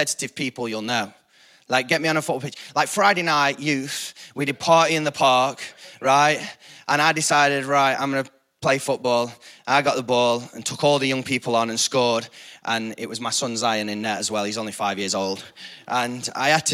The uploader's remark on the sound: Recorded live at the Chesterfield Campus this is the message from the morning service on the 4th August 19.